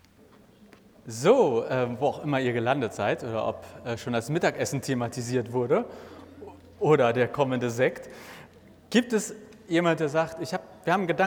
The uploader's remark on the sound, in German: Eine Predigt – ausgehend von Psalm 85 – inklusive Rückfragen und Ergänzungen der Gottesdienst-Besucher:innen vor Ort!